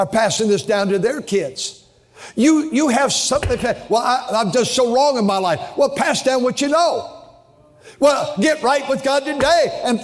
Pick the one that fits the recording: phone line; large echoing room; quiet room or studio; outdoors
large echoing room